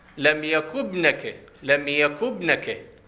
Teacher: فإن وليها ساكن جاء بعدها ساكن كما في قوله لم يك ابنك قائما، باعتبار هاي همزة وصل، إنما يؤتى بها لأجل التوصل بالنطق بالساكن اللي هو الباء اللي بعدها، فإذا جاءت في درج الكلام بعد الهمزة ما تلفظ، فيصير يلتقي ساكنين، النون ساكنة والباء ساكنة، فتكسر النون لأجل التقاء الساكنين